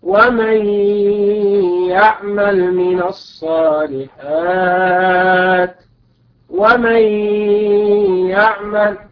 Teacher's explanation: النون هنا نون ساكنة أيها الأحباب، ومن يعمل، ومن يعمل وقع بعد النون الساكنة ياء، فهنا وجب الإدغام لأن الياء وقعت بعد النون الساكنة، والياء هنا من حروف الإدغام، فنقول ومن يعمل. ونلاحظ أيها الإخوة أن الغنة بمقدار حركتين، يعني هنا إدغام لكن مع وجود الغنة